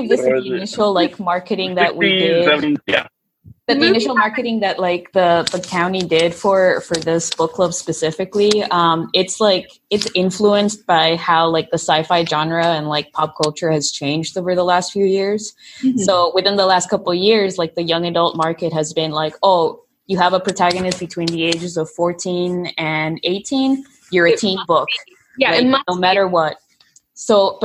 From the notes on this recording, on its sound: This recording was from a virtual library event